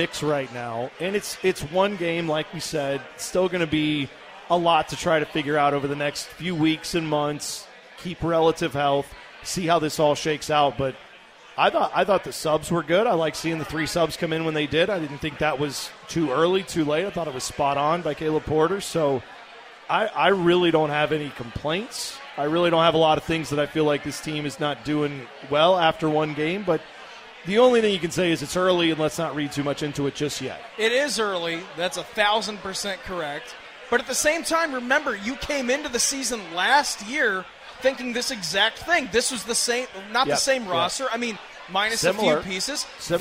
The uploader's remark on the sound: LIVE from the Pub at the LDC for a postgame show.